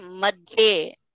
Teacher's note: It's a mahaprana. It's a heavy tha. So you have to say madhe.